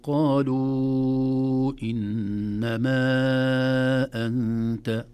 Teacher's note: في الأصل قالوا إنما مد طبيعي، لكن جاء بعدها همزة فتحول من مد طبيعي إلى مد زائد، يسمونه مد زائد عن الطبيعي أو مد فرعي وليس مد أصلي. · Term: مد جائز منفصل